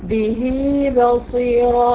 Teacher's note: الهاء مكسوره وجاء بعدها ايه ياء ماديه بنمدها حرفتين مد طبيعي به بصيره. طب لو وقفت عليه به في مد حذف يبقى ده ايه هاء الصله او الصوت هاء الضمير بنسميها مد ايه طبيعي ثابت وصلا دون الوقت.